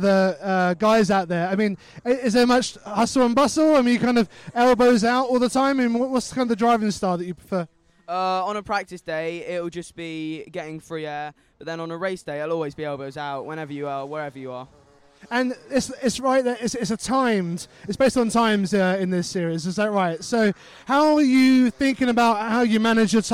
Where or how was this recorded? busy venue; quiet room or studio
busy venue